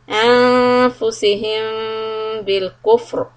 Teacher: the ميم followed by letter ba will be إخفاء شفوي